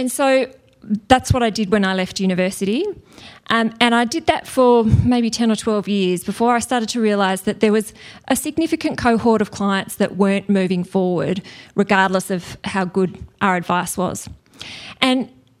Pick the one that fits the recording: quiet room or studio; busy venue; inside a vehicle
busy venue